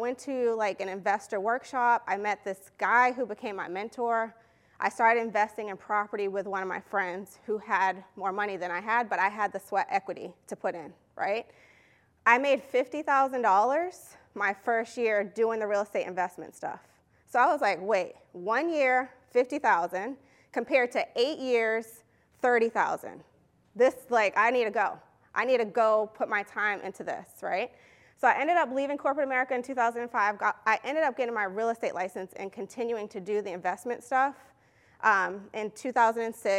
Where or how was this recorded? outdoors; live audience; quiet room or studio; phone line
live audience